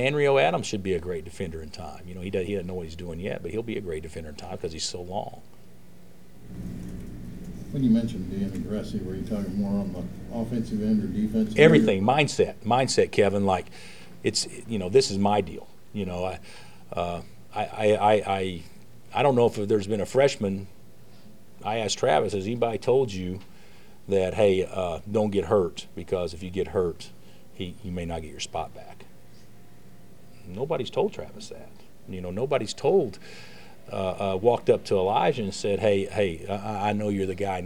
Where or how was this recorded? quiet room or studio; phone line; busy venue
busy venue